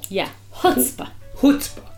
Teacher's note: But in America, the accent's on the first syllable.